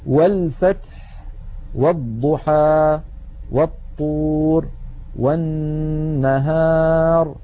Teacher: نجد بأن همزة الوصل سقطت لأنها قد سبقت بحرف فصارت في درج الكلام. والفتح، والضحى، والطور، والنهار.